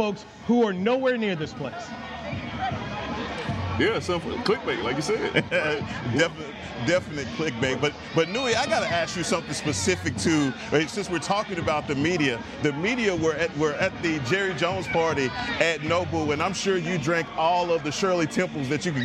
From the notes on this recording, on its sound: checks in live from Dallas Cowboys training camp